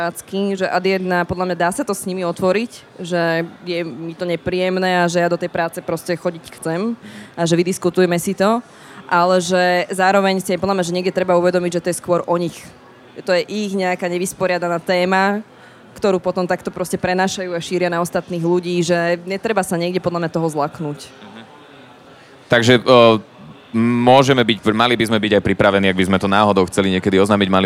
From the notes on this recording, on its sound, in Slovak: live priamo na evente Profesia days v Starej tržnici